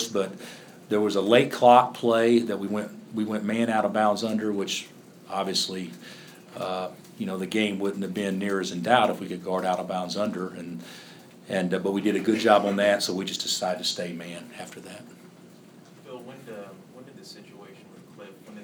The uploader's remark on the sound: Press Conferences & Post-Game Interviews